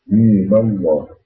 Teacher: الهجاء الميم عبارة عن ميم مكسورة وبعدها ياء مدية بعدها ميم ساكنة، واسم الجلالة بيبدأ ساكنة، فكيف نصل؟ فبيحصل بقى تحريك الميم الأخيرة بالفتح